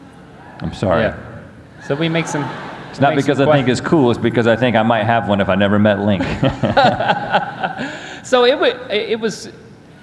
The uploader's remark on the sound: Live from VidCon. Fan Q&A From VidCon.